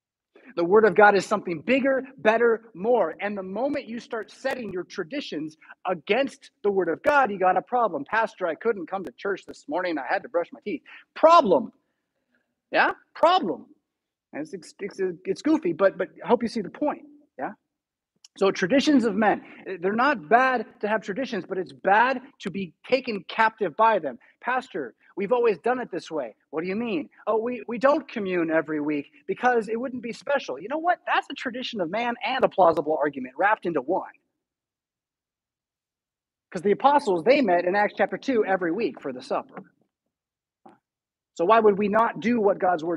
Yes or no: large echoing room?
yes